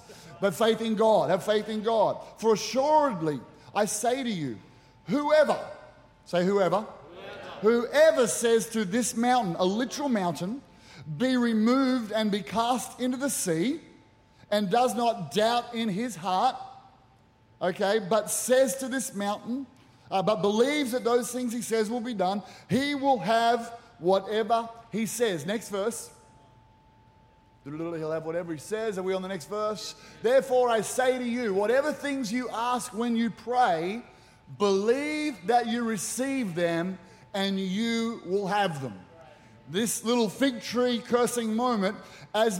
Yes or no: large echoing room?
yes